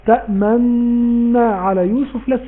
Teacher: الجماعة اللي من دول تانية وبتقرأ بروايات تانية، الاشمام ده عندنا في حفص ان انا بدخل حرف في حرف، نون في نون، بدخل حرف في حرف وبنطق نون واحدة بس، تأمنا على يوسف، لكن بضم الشفتين حال نطق النون، اسمه ده اشمام، ادخال حرف في حرف.